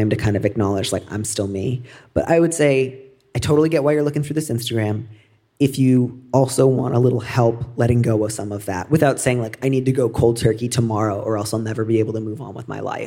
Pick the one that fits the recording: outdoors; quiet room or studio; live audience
live audience